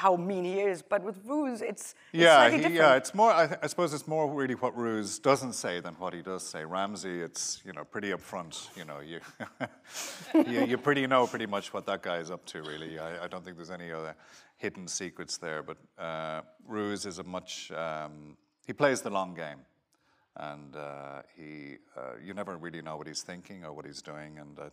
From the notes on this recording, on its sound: joins us at the Apple Store, Kurfürstendamm in Berlin